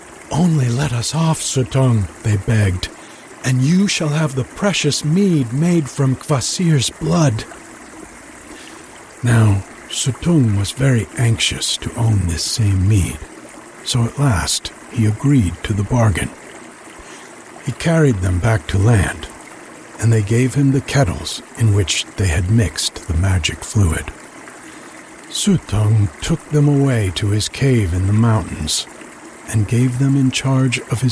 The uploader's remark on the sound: The sound of the creek in the background while I read. It has just the story, no introduction, with creek sounds underneath. When the story ends, the creek sounds continue to the end.